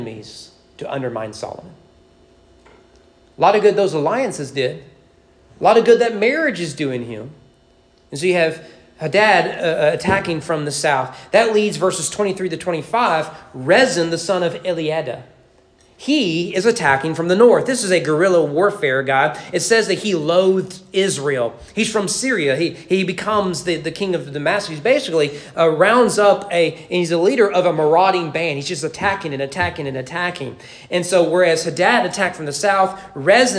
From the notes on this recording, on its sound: Sermon preached at East Frankfort Baptist Church on October 8, 2023 during morning worship.